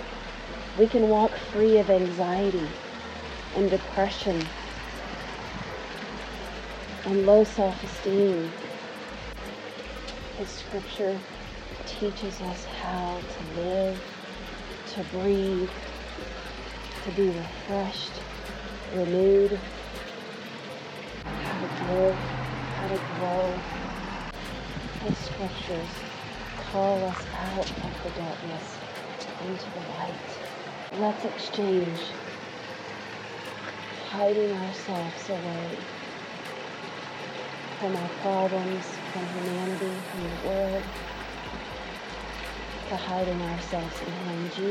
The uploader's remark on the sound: with the waterfall in the background & cars zooming by on Main